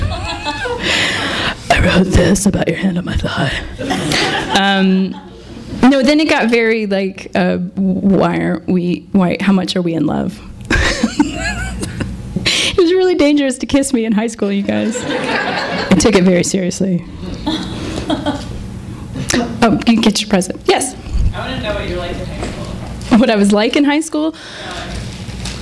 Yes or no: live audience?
yes